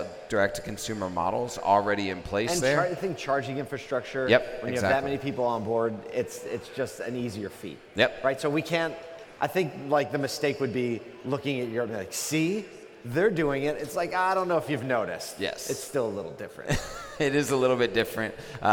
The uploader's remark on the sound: The day has finally arrived as we are LIVE from the ASOTU CON Main Stage!